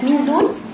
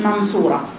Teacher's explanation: دي غنة رقيقة والتانية غنة إيه مفخمة